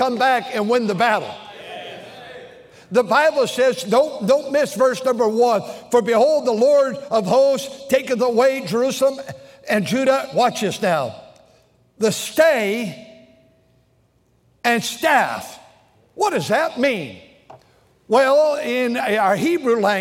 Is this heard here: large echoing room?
yes